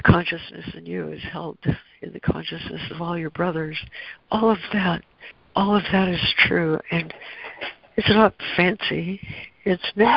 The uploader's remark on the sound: ACIM Daily Conference Call